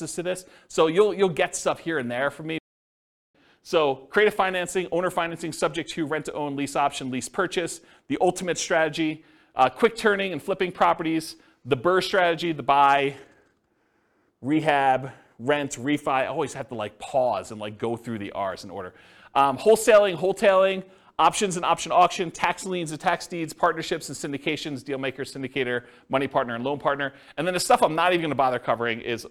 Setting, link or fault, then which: setting, live audience